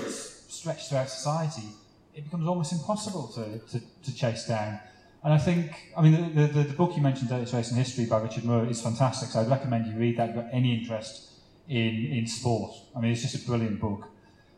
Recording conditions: poor sound quality